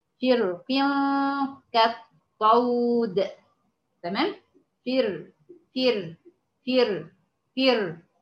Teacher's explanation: لو نظرنا لحرف القاف المكسوره هنلاقي ان الكسر يضعف قوه حرف الاستعلاء، لذلك قدم العلماء الترقيق حال الوصل